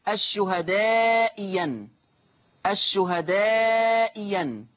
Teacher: أبدلت الثانية ياء مفتوحة، أبدلت الثانية ياء مفتوحة هكذا